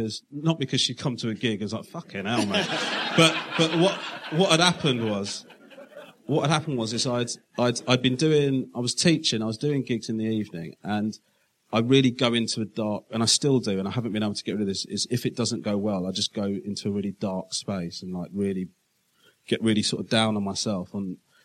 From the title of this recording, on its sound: Live at Soho Theatre